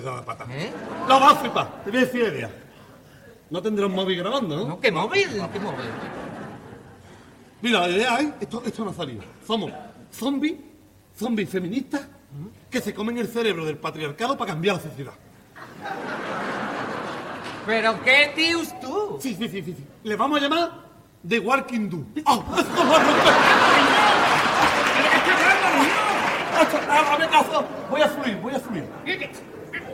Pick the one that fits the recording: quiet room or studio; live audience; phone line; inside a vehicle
live audience